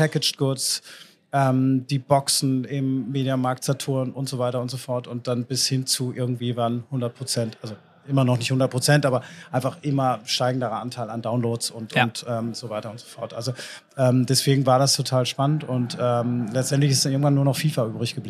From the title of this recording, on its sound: Live at IEM